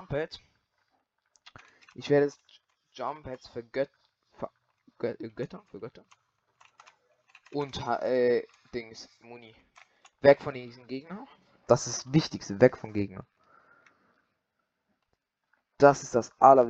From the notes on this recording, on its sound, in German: die Audio Qualität ist wieder mal scheisse